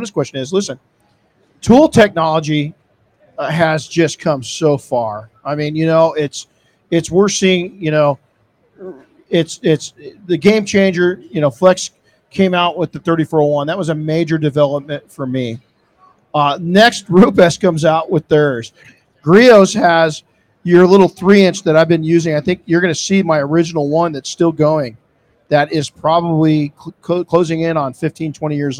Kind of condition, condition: setting, busy venue